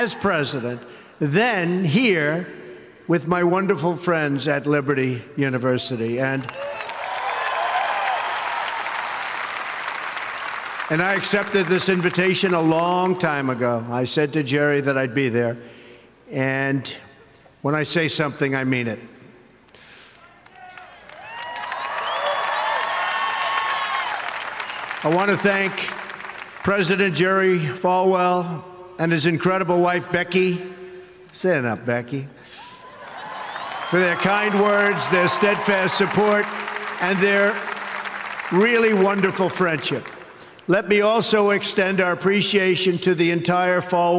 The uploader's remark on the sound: delivers a keynote address during the commencement at Liberty University on May 13, 2017, in Lynchburg, Virginia.